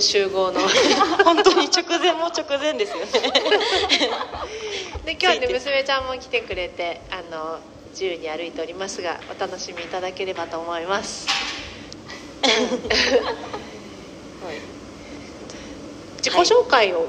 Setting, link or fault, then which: setting, live audience